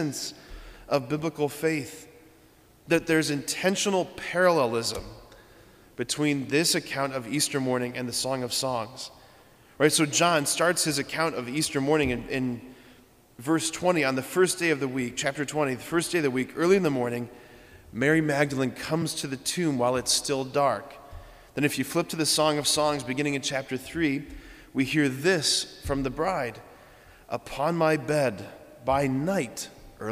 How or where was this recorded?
large echoing room